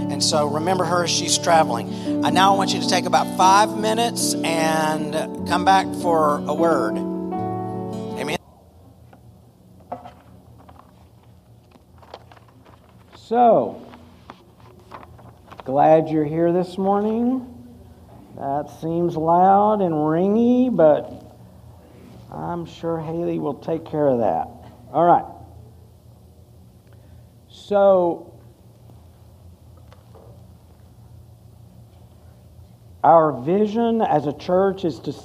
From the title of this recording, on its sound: Full Sunday Service July 16, 2023